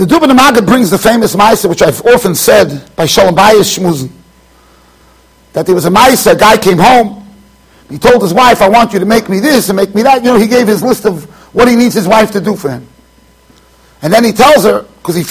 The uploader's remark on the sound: Shiur recorded in Yeshivas Ohr Reuven, Monsey NY.